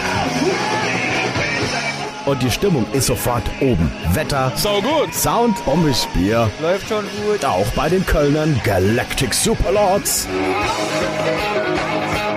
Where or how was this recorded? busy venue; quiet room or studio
busy venue